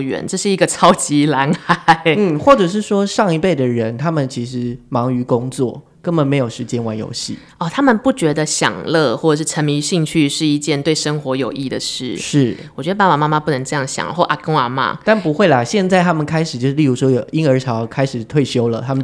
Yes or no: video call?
no